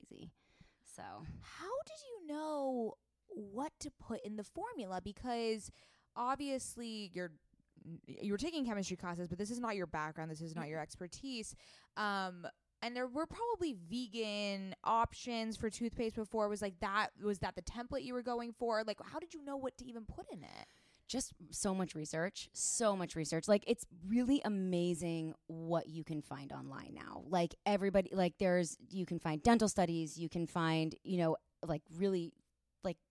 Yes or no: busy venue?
no